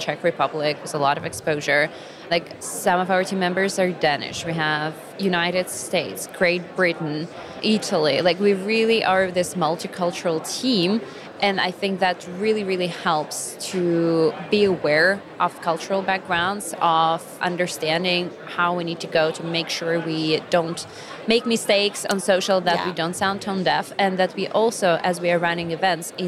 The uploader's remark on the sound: From the show floor at B2BMX 2023.